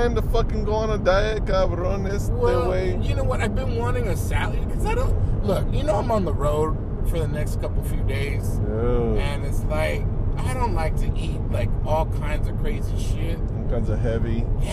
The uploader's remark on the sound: ROAD TRIP! Talk about their problems all the way home. We can hear the engine noise too.